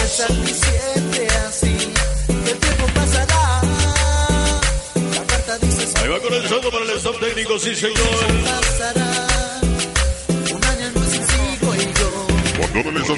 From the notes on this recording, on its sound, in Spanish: en vivo desde zImApan hgo.